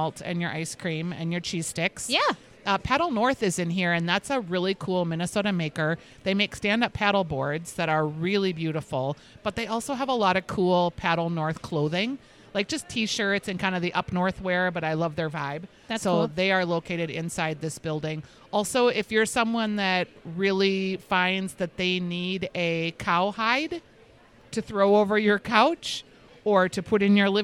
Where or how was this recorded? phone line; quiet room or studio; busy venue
busy venue